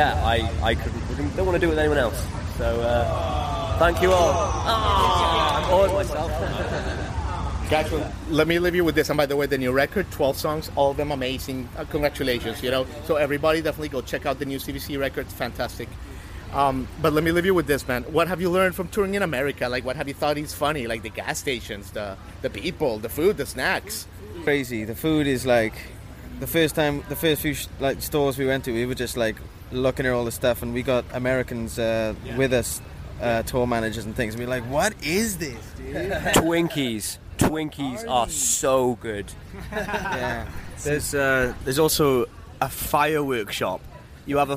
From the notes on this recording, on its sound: Day Two of The Bonnaroo Music and Arts Festival from an electric Manchester, Tennessee. As you can hear from the interview backstage.